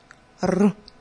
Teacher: R is a trilled r, like a Scottish one.